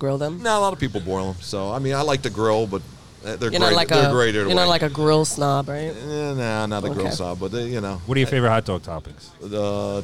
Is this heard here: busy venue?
yes